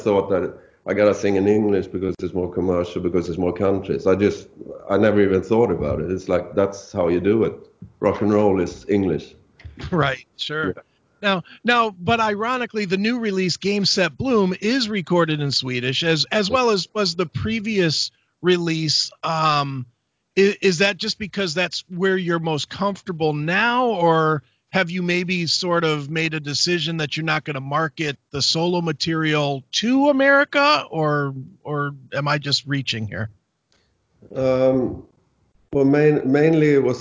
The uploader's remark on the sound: called